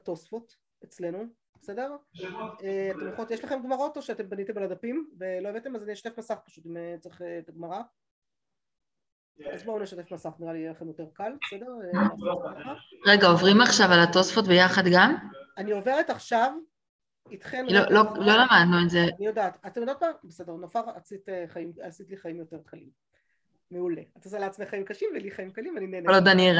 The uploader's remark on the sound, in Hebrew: השיעור הועבר והוקלט בזום